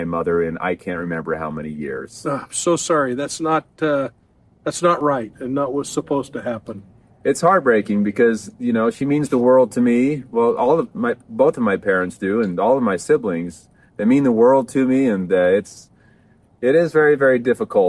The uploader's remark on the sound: outside Hildale City Hall